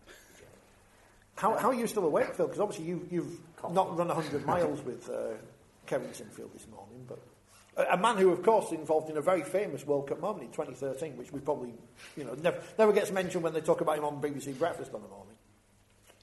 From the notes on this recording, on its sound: LIVE in Featherstone. We were LIVE at the Featherstone Community Centre.